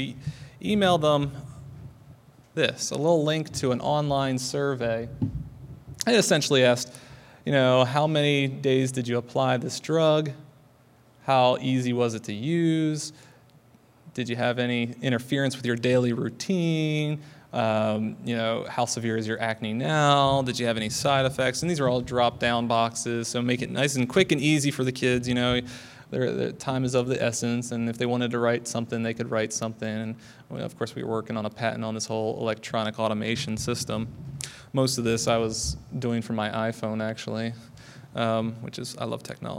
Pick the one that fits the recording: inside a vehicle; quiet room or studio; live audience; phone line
live audience